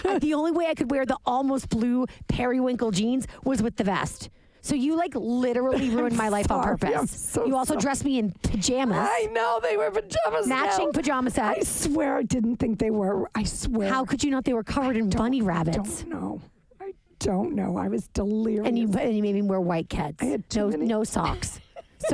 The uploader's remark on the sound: recorded this bitch in the car on the way to the airport